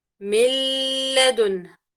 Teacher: لأن النون أدغمت في اللام مخرجا وصفة، فلم يبقى عندنا أثر من الغنة · Term: إدغام بغير غنة